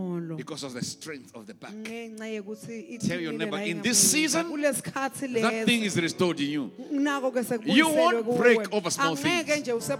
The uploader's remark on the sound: Recorded Live at The Apostolic Hub